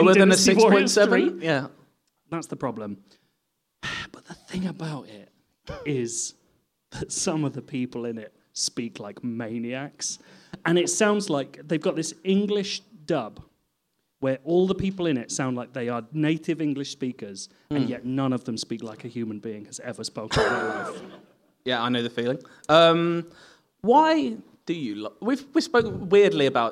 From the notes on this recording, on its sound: A lovely live audience for a special episode of the podcast.